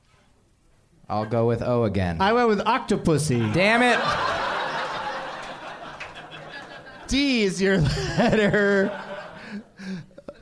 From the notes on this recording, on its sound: Live from the American Comedy Company in San Diego